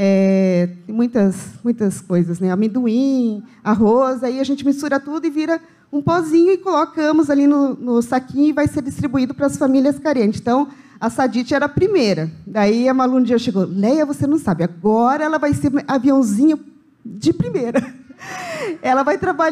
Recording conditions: large echoing room